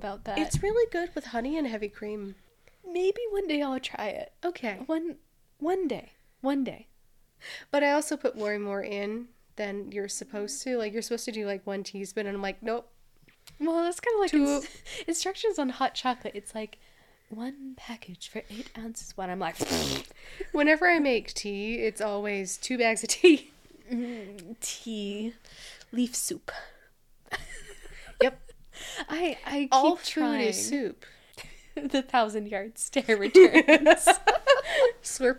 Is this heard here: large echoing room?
no